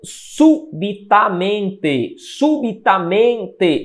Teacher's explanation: duas sílabas aí são fortes. A primeira é o men, a mais forte. E esse sub, sub também é forte no início da palavra. Então veja que eu tenho uma tônica, porque só pode ter uma sílaba tônica, que é o men que está produzido lá, e uma subtônica, que é o sub lá no início da palavra, certo?